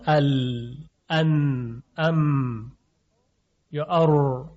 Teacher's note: ببینید در قاف اق ات اب حالت قطع صوت هست، در بعضی از حروف مثل سین اس حالت احتکاک سایش زیاد هست که بهش میگن صفیر، در شین همین حالت احتکاک و سایش تفشی نامیده میشه اش اش، اما در مورد لام ال ان ام یا ار اینها میزان وضوح صوتشون خیلی بیشتر از سایر آواها و اصوات هست